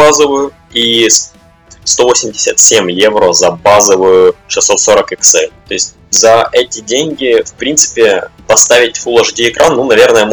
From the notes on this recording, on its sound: Sound issues. Простите за жесть со звуком.